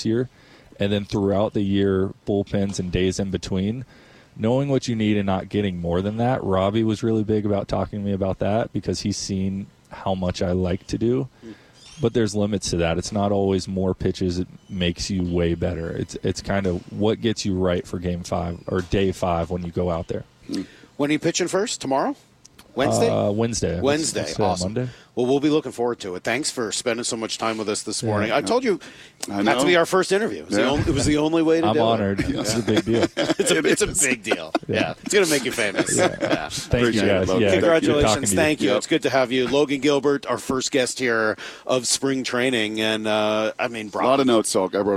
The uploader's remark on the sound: We're live from spring training!